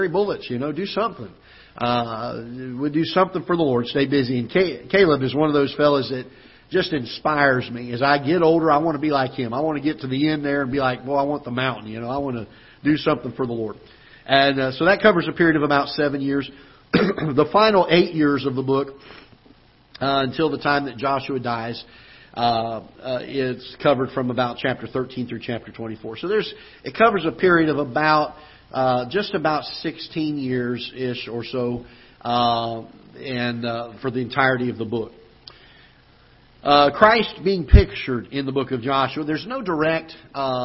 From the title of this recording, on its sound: Ketha Heights Baptist Church ~ Live Broadcast